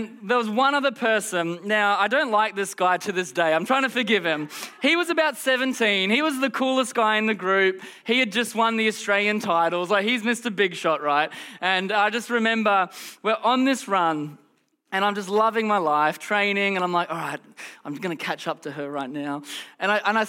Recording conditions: large echoing room